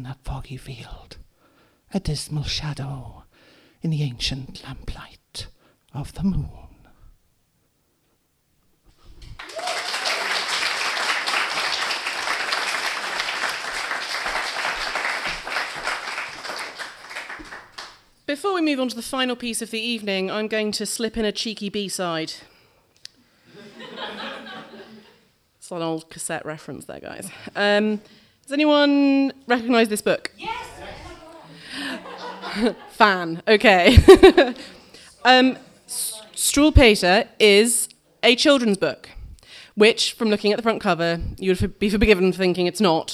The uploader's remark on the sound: Some performances from the live and spooktastic Scare Slam, as recorded at the Old Red Lion Theatre on Friday 12th October 2018, for the London Horror Festival . Some performances from the live and spooktastic Scare Slam, as recorded at the Old Red Lion Theatre. For the London Horror Festival .